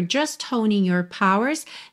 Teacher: É muito comum omitir esse T da palavra just e juntar já na próxima palavra, mas aqui a gente consegue ouvir. · Term: o T de just